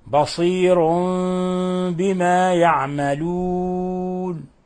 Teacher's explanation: قلبنا التنوين الذي هو نون ساكنة قلبناه ميما مخفى لوقوع الباء بعده · Term: إقلاب